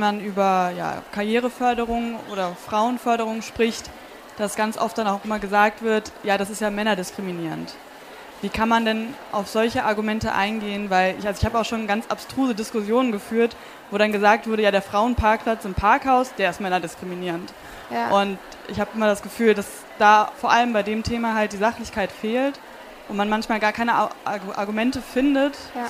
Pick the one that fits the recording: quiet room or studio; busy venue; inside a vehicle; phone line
busy venue